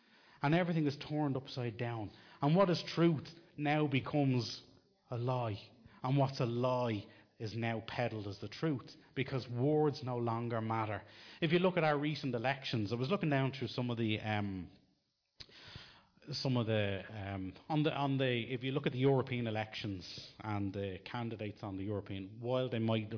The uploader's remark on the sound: Recorded live in Liberty Church in 2019